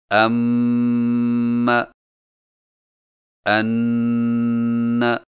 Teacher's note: شد والے میم و نون کو پڑھتے وقت غنہ کریں، یعنی ناک میں آواز جاری کریں